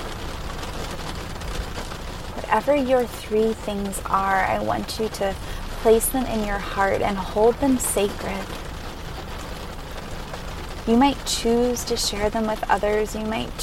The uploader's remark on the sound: recorded in her car during a rainstorm